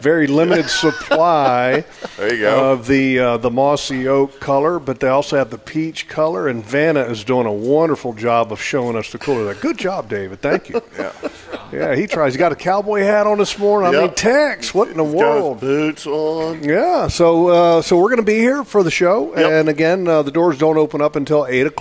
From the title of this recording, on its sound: LIVE from Hagan Ace!